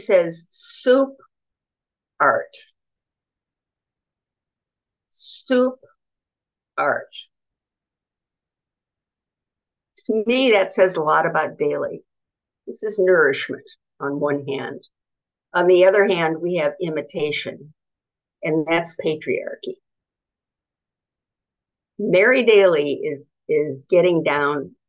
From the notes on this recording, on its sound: A live webinar. Part of our weekly webinar series, Radical Feminist Perspectives.